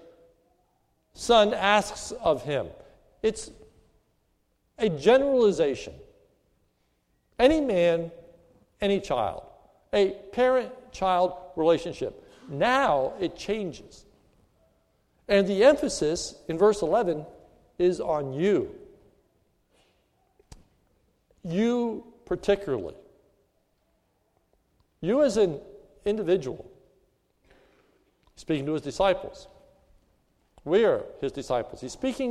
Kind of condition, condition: setting, large echoing room